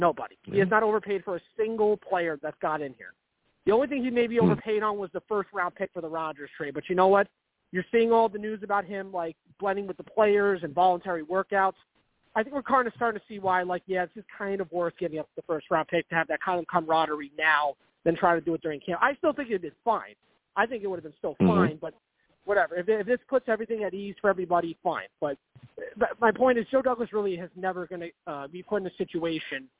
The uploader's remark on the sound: I take live callers!